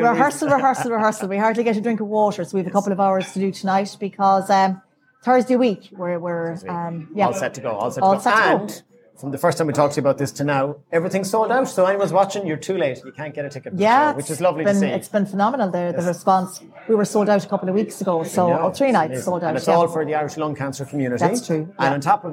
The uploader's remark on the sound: This episode was recorded live at Andersons Bar in Sligo.